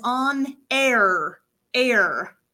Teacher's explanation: So that R has the sides of your tongue, they're touching your molars.